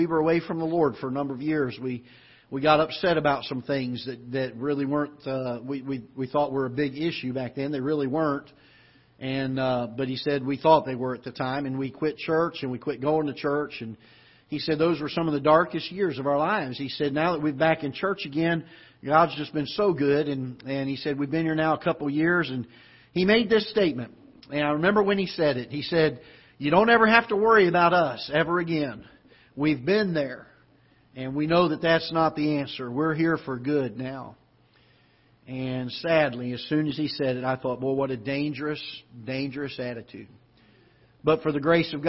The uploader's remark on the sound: Ketha Heights Baptist Church ~ Live Broadcast